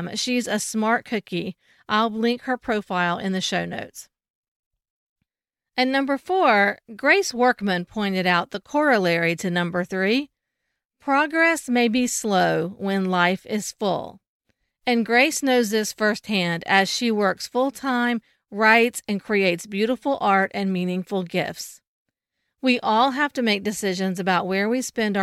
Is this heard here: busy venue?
no